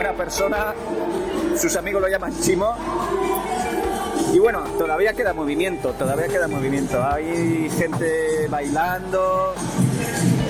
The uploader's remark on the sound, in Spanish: Programas grabado desde dentro de la Gala XI de FAFBA.